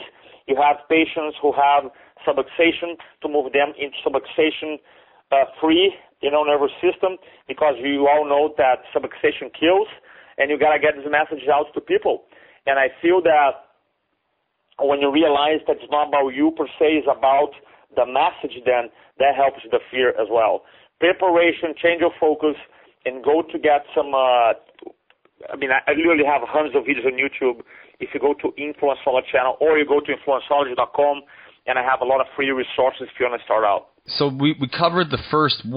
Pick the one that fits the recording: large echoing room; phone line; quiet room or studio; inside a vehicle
phone line